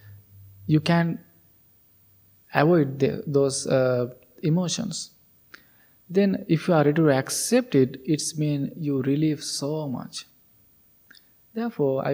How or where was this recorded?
large echoing room